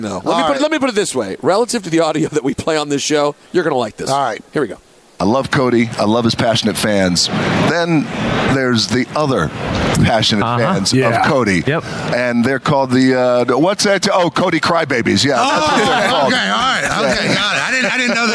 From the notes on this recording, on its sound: live from UBS Arena